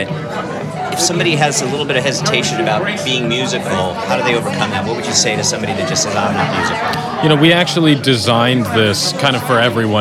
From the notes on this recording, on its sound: As a matter of fact, we’re listening to some of the music now, produced live at the event for us by the Artiphon team.